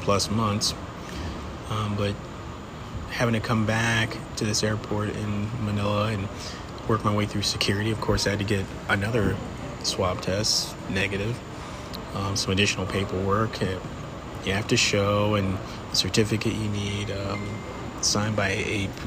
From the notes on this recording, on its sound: Apologies for the airport sound quality.